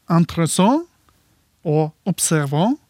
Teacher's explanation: Altså ikke noe konsonantlyd på slutten i det hele tatt. Det er bare en veldig nasal A.